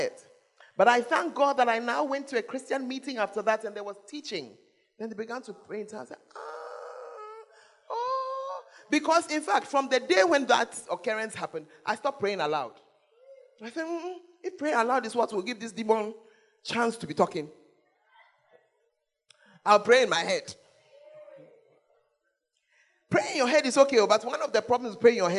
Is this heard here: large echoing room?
yes